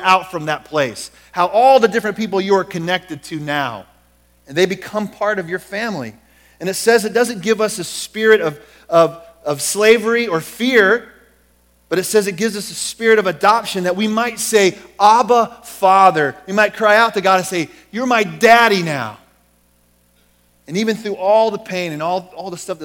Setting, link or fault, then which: setting, large echoing room